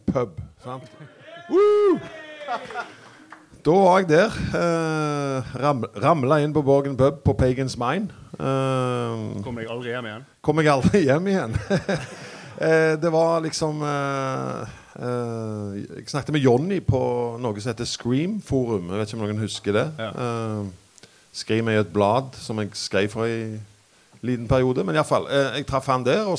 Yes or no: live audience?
yes